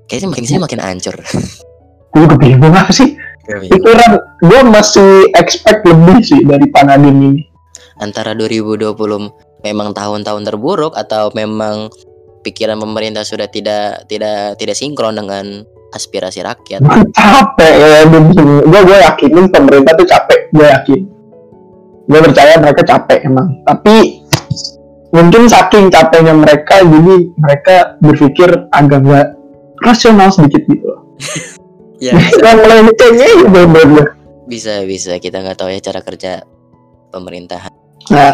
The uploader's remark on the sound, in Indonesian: maaf banget sound kami masih tidak layak